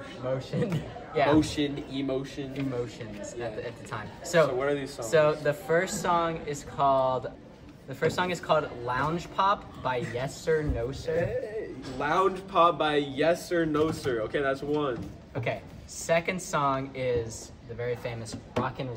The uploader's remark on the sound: Yes we are gonna get an actual microphone